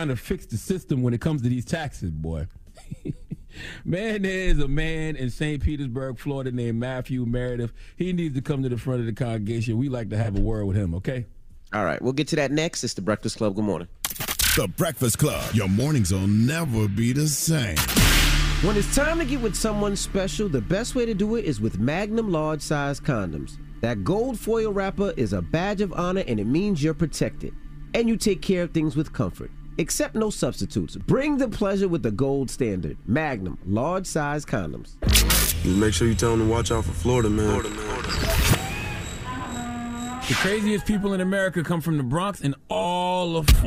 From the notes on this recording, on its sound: we opened the phone lines